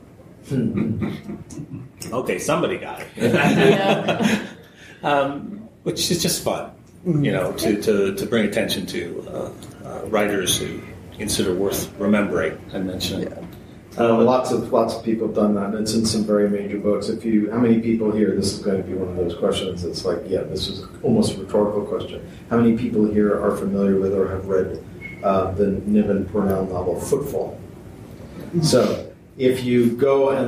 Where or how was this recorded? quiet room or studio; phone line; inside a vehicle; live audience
live audience